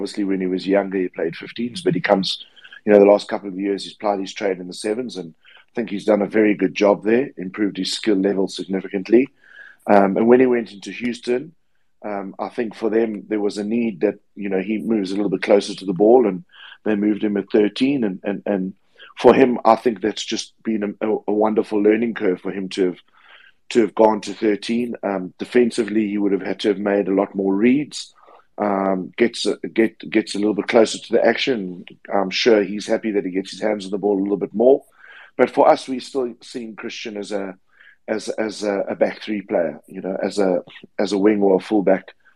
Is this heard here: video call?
yes